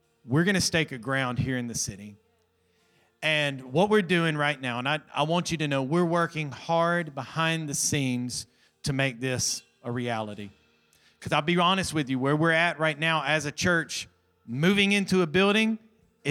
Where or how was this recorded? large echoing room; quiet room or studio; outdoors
large echoing room